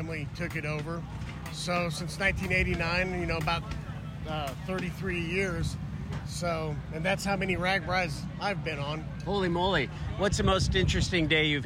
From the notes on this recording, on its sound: We went along with our microphone this year to to find some stories. A massive cross-state seven-day bicycle tour with tens of thousands joining every year.